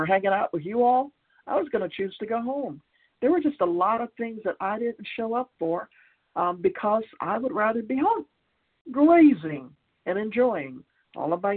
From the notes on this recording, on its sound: from the 100 Pounders Phone Meeting, 2/7/23